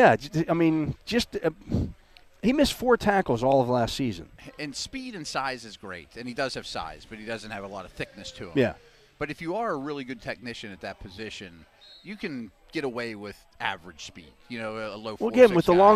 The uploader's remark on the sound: live from day 5 of Steelers' OTAs from the UPMC Rooney Sports Complex